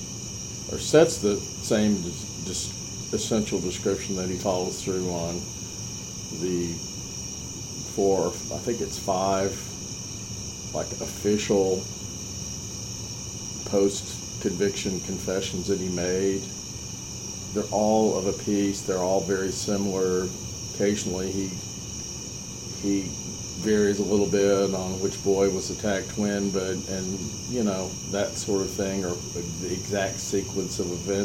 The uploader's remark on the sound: Sorry about the background noise!